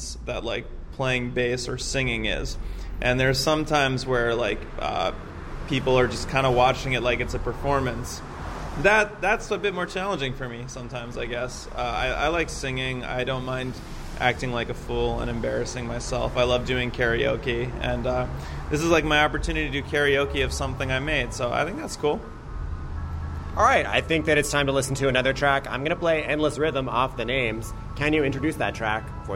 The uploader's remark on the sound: Backstage at the Biltmore. The Biltmore was too loud and outside was too rainy, so we ended up standing in the doorway at the top of a long set of stairs that ended at rush hour Kingsway--this is why you can hear both traffic and the echoes from the long hallway while we chat.